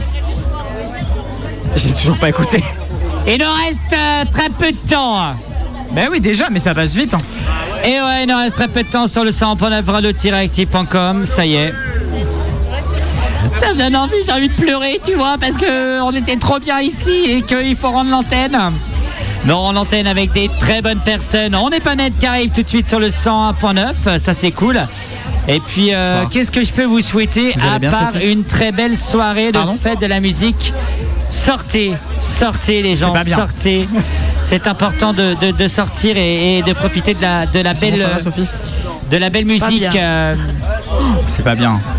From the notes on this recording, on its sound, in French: En direct du café de la mairie pour la fête de la musique